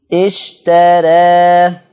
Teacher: ده الالف قللت والراء مرققه